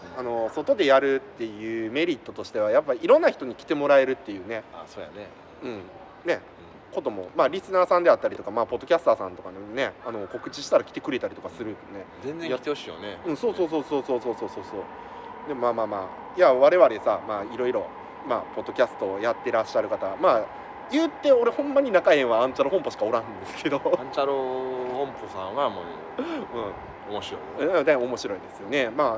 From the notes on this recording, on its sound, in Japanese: 公園で収録してます。